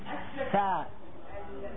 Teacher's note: وباطن الشفة السفلى مع طرف الثنايا العليا للفاء